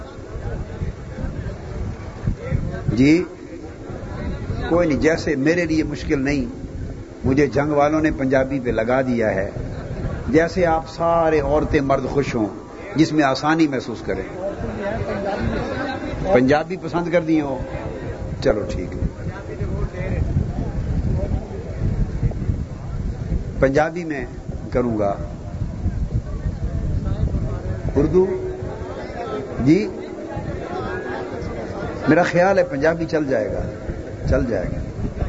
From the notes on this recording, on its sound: A Speech delivered at Manghani Sharif